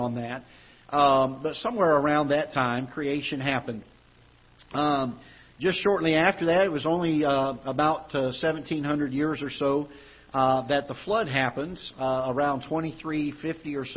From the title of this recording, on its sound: Ketha Heights Baptist Church ~ Live Broadcast